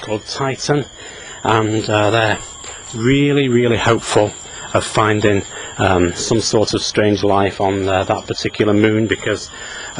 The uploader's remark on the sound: while out walking his dog